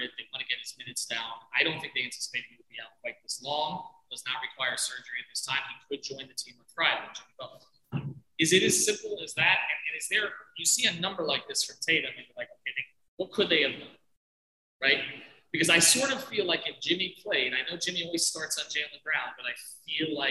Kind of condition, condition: fault, poor sound quality